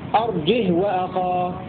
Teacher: رابعا، قرأ عاصم وحمزة بدون همزة مع سكون الهاء